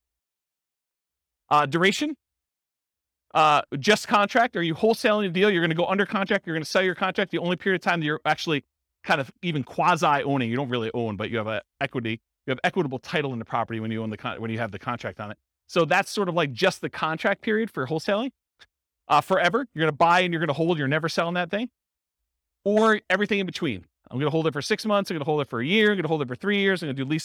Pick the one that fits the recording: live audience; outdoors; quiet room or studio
live audience